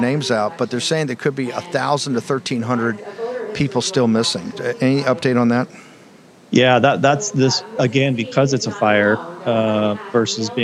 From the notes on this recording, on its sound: Live From Lindell Election Summit